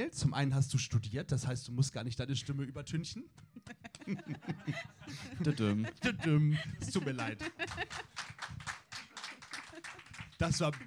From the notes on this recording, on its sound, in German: In der sechsten Folge unserer Spezialreihe "Gefühlsecht goes Kulturpalast" dreht sich alles um die Singer/Songwriter Night im Kulturpalast Hannover . Wir haben die Gelegenheit, vor Live-Publikum unsere aktuelle Folge aufzuzeichnen. Gibt es eine Live-Kostprobe ihrer Musik direkt aus dem Kulturpalast.